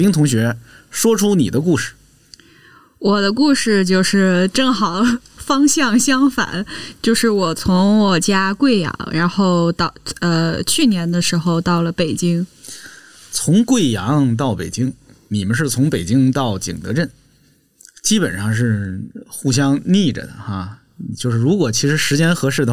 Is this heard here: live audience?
no